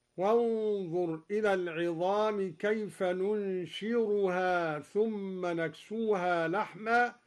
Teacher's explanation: قرأ الدوري بالراء بدل الزاي هكذا